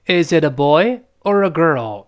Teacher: 第一个选择项是升调，第二个选择项在后面是降调。那在这儿嘛，是男孩还是女孩啊？Is it a boy or agirl？哎，boy 上去，girl 降下来。中文也一样，问哎是男孩还是女孩？是男孩还是女孩？男孩升调，女孩降调。那我们跟老师再读一遍：Is it a boy or agirl？再来一遍：Is · Term: 选择疑问句